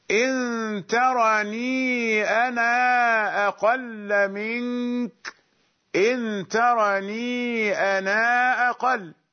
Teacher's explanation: يعني هو يمد قبل الهمزة المفتوحة، يمد لفظ أنا قبل الهمزة المفتوحة